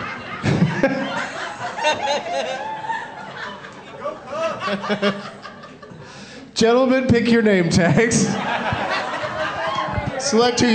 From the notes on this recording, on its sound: Live from the Tacoma Comedy Club in Tacoma